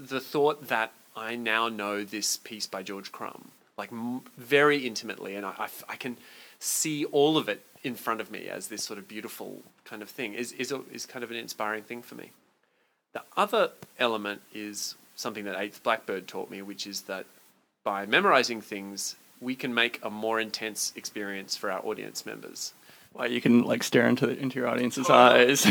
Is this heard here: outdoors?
no